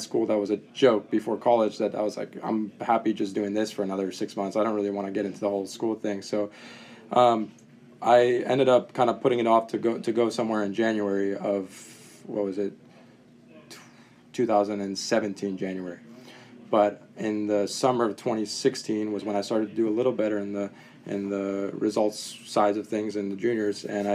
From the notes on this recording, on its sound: live on location at the Delray Beach Open